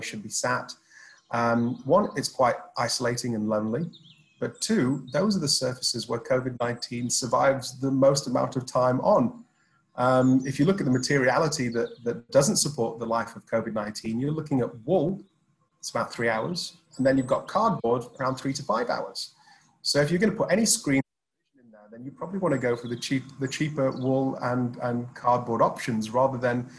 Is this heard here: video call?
yes